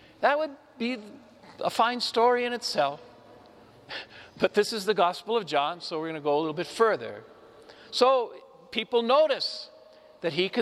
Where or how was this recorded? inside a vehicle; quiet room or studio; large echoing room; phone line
large echoing room